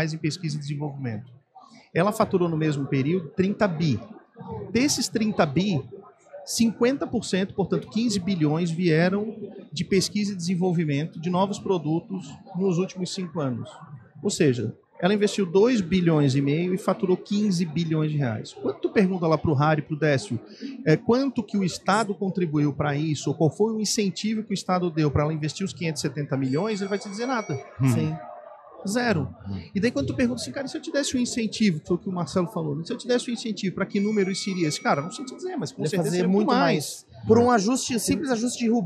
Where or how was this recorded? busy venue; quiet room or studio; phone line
busy venue